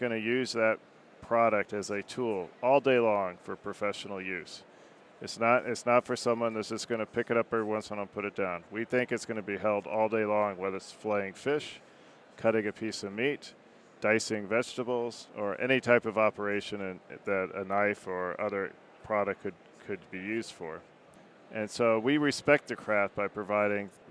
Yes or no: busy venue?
yes